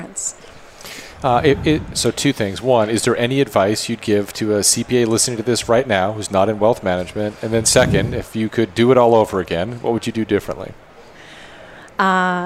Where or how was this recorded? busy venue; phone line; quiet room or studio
busy venue